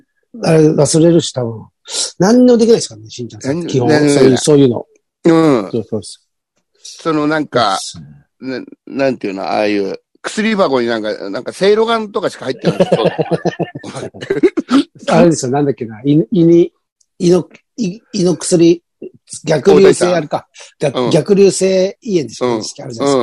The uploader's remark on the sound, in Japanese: ZOOMで収録